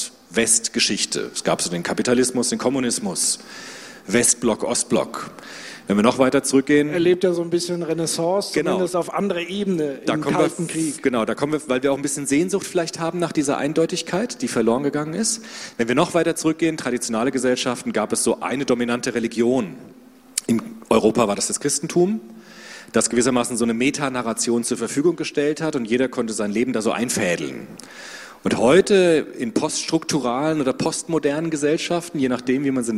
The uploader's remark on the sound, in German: Soziopod Live. Im zweiten Teil öffnen die beiden dann die Bühne für das Publikum in Form einer Fishbowl. Dann wird gemeinsam über das Themenfeld diskutiert.